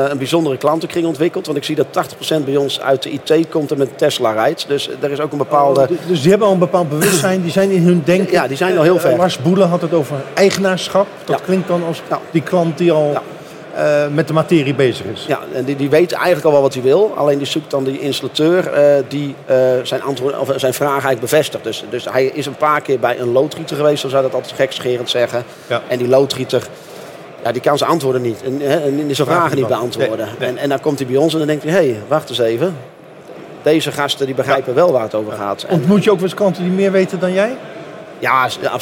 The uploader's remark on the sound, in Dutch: opgenomen op de VSK